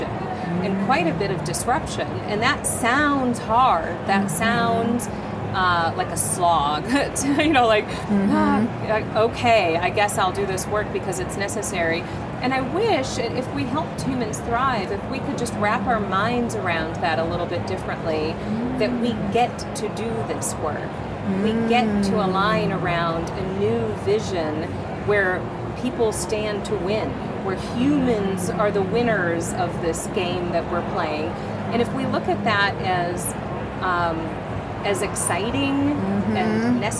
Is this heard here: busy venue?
yes